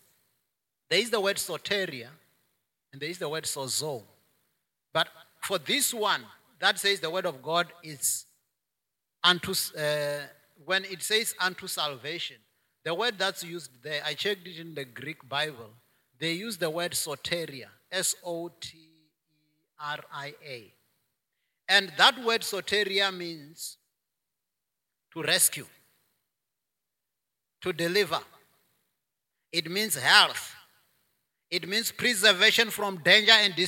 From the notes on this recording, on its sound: preached at Jesus the Saviour Church, Kuilsriver Branch, Cape Town on 26 September 2021